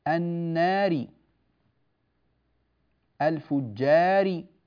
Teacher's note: احنا عندنا سبق بيان قاعدة من القواعد نص فيها الناظم على قول، لما قال والألفات اللاء قبل الراء مكسورة في آخر الأسماء، الألفات أو مجرورة كما قال الناظم، والألفات اللاء قبل الراء عندما تكون الراء مجرورة في آخر الأسماء، الألف الواقعة قبل راء متطرفة مكسورة في آخر الاسم تمال · Term: الإمالة